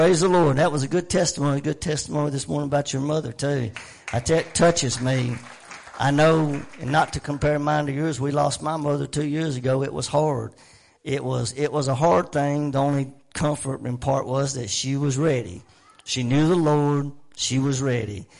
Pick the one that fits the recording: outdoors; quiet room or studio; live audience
live audience